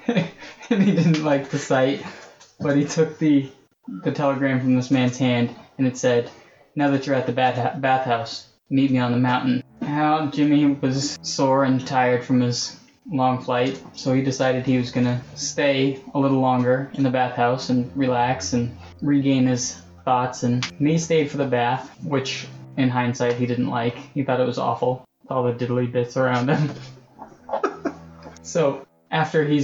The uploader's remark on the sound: NOTE* for the next three episodes, our sound quality dips as a result of some technical difficulties.